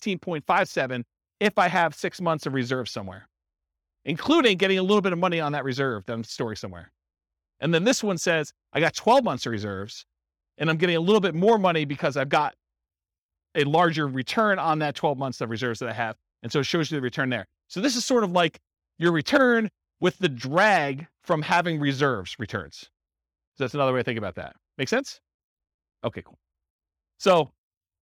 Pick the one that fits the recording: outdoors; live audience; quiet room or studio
live audience